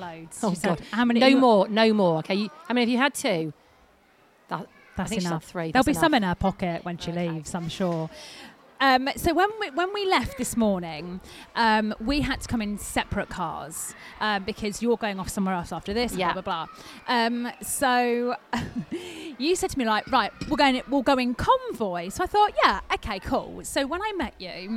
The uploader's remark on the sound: Live from Twycross Zoo!